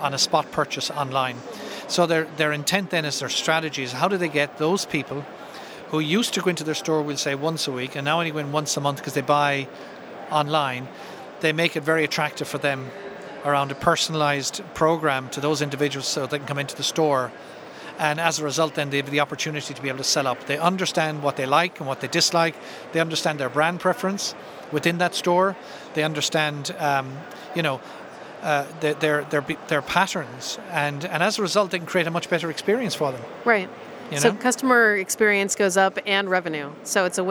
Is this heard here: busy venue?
yes